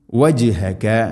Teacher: വജ് ജീമിനെ ഖൽഖല ചെയ്യണം